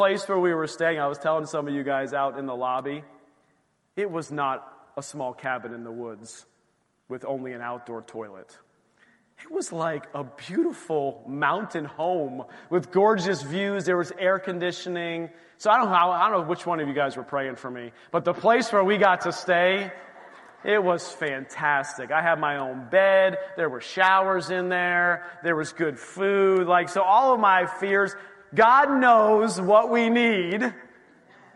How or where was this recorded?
large echoing room